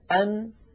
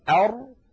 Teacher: فالراء أعمق قليلا إلى الداخل · Shown in: second take · Term: حرف الراء